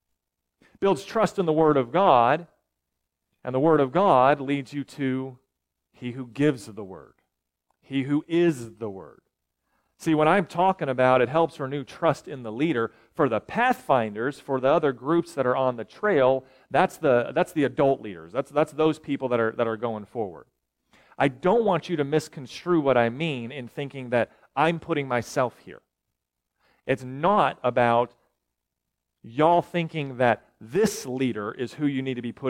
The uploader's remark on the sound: recorded July 8, 2023, at Ringgold Seventh-day Adventist Church